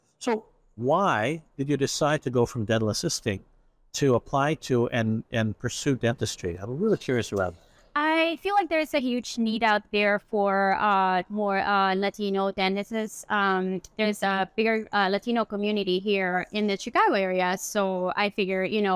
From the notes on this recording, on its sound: live from the Chicago Midwinter Show